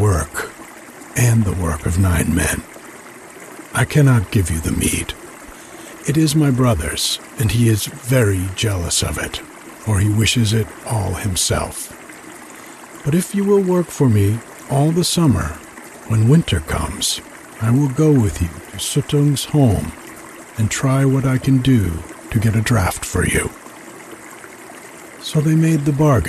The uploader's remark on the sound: The sound of the creek in the background while I read. It has just the story, no introduction, with creek sounds underneath. When the story ends, the creek sounds continue to the end.